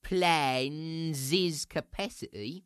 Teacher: that's not an NS in phonetics, that's an NZ